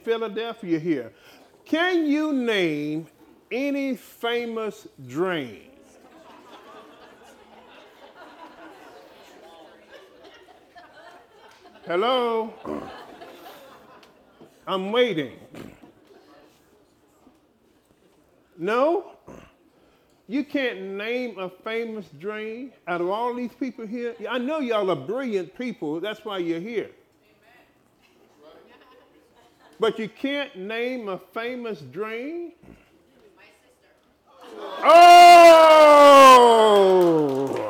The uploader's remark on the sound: LIVE recording. Blue Ridge Estate Vineyard & Winery hosted their first Personal Growth Day.